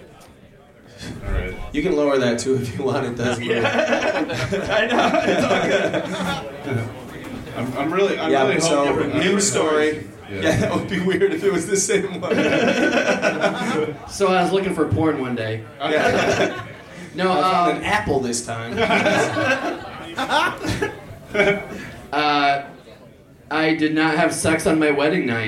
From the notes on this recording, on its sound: Podcasting in front of a live audience. "On the Scene" crowd reporter. Performed and recorded at Z's Bar and Restaurant in Grand Rapids, MI.